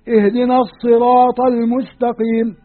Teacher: القراء الثمانية قالوا السين حرف ترقيق والطاء حرف تفخيم وفي صعوبة نطق بها، قال فقلبت السين صادا لتوافق تفخيم الطاء